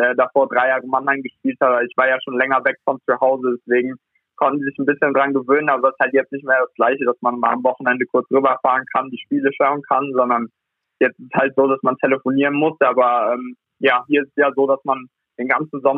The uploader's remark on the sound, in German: Am Telefon melden sich. Aus seiner Eishockey-WG in Ottawa.